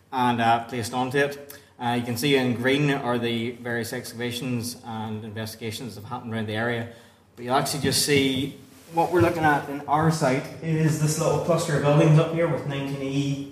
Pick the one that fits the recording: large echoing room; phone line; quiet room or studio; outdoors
large echoing room